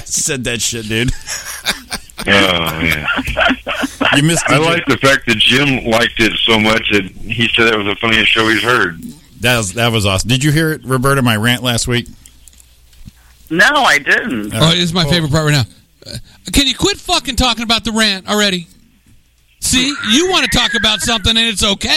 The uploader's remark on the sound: join us by phone